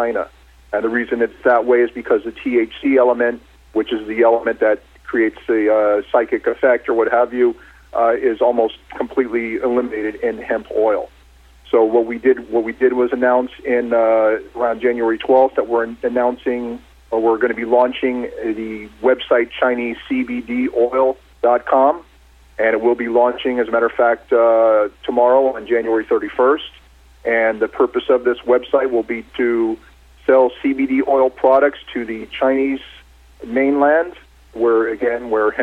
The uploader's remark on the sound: called in to SmallCapVoice.